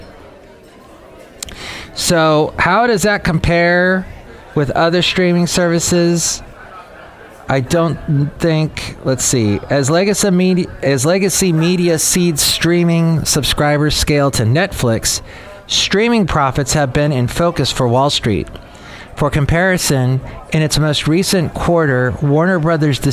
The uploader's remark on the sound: podcasts live from Café Anyway